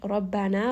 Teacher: رَا is going to be heavy, نَا is two-count.